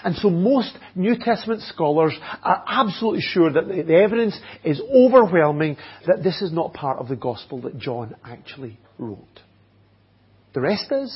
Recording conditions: large echoing room